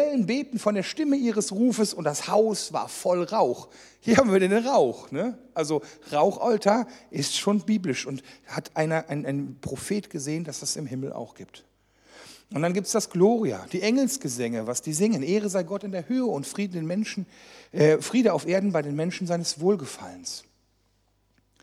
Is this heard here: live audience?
yes